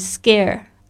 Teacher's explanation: 特别注意一下这个 C 的发音发格的声音 · Term: 浊音